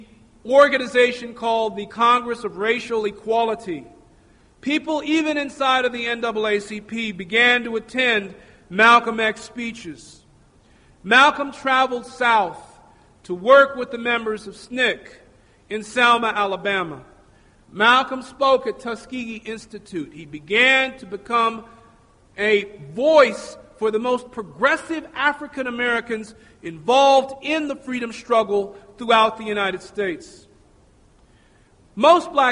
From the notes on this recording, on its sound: Recorded at Metro State College.